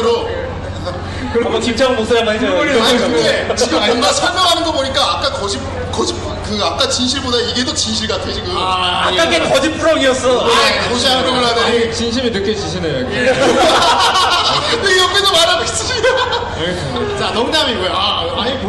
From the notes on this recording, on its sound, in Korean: 부천만화축제 Live